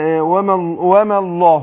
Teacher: ورقق الميم والالف وادخل على ايه تفخيم اللام لفظ الجلال